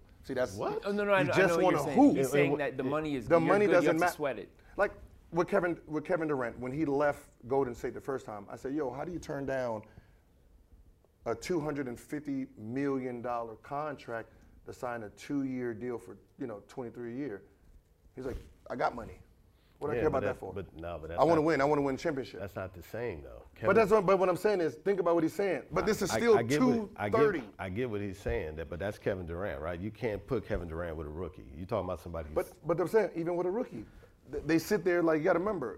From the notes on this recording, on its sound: On this episode, we come to you from Complexcon. We had an invite to do a show in front of the Long Beach audience at the event.